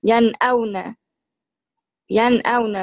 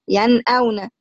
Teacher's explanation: نون ساكنة ومظهرة قبل الهمزة المفتوحة · Term: الإظهار